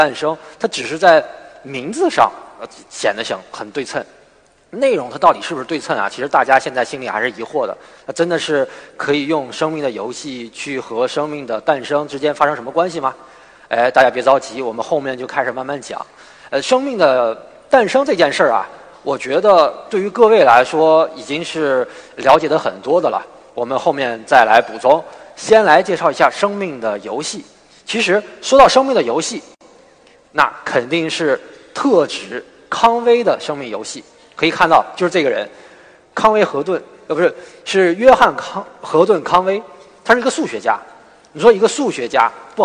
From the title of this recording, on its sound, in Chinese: 429理性的力量科普演讲会现场实况录音